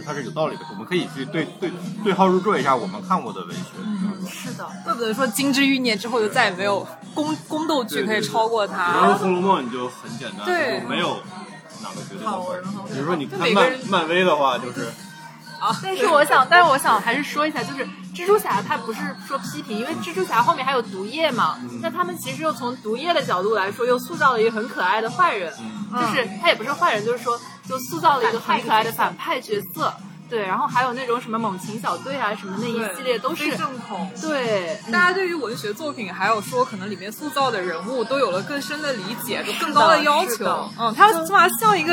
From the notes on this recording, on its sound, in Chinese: 本期节目在小酒吧完成录制，我们边碰杯边聊文学。因为周围环境略嘈杂，所以可能对听友们不太友好。接下来跟我一起进入略有点喧闹的小酒馆吧。